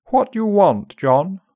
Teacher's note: Upper RP is more open and can be less rounded. · IPA: /ɒ/